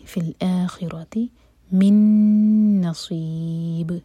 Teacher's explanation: الآخرة، اگین دو حرکا اور را ہیوی، في الآخرة من نصیب، من ادغام غنہ کے ساتھ نون کو ہول کریں گے اور پھر صاد ہیوی, اینڈ میں با کو ساکن کر کے رکیں گے تو